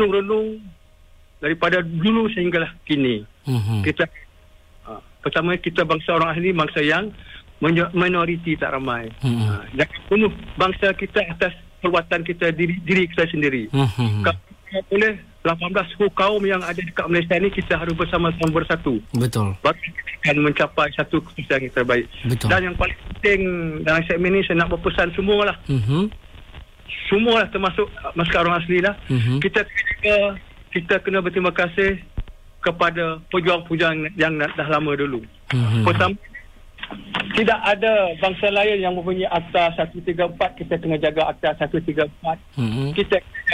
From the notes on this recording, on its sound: temubual secara LIVE-CALL